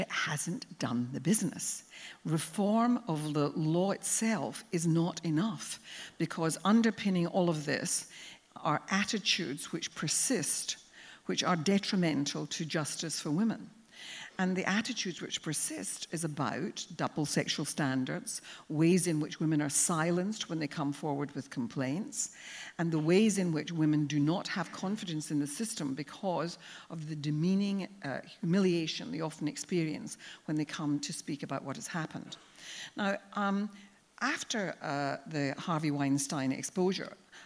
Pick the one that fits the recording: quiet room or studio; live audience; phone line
live audience